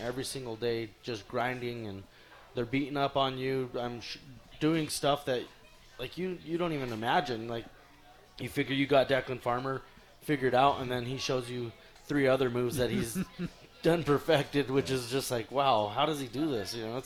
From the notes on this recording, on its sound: Live at the Campus Lounge.